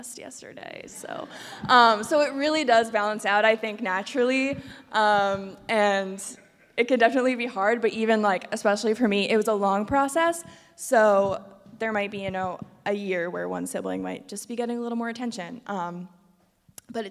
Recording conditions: live audience